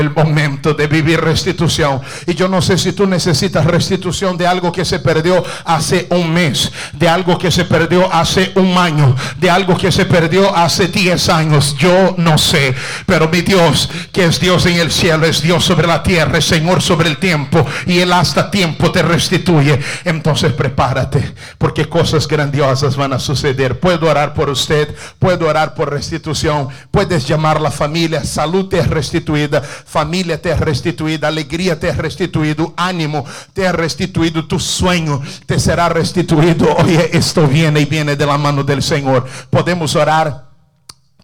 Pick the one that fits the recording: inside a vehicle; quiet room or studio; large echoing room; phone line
large echoing room